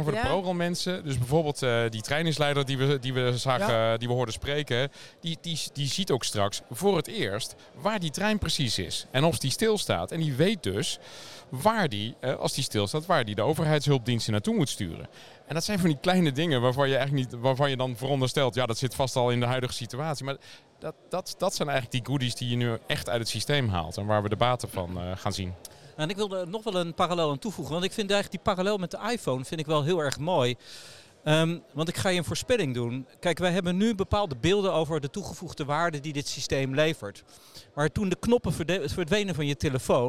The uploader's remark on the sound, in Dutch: De derde aflevering van de ProRail-podcast komt uit het Spoorwegmuseum in Utrecht. Tijdens het ERTMS-symposium “IT’s happening” op 26 september 2023.